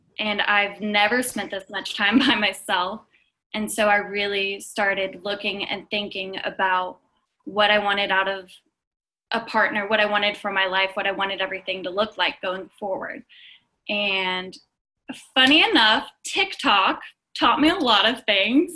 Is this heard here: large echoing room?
no